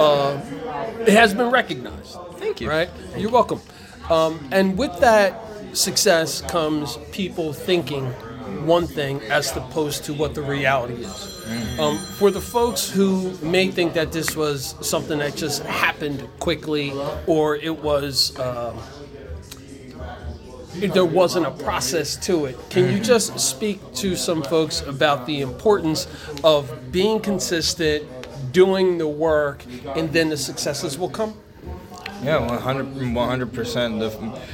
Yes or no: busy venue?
yes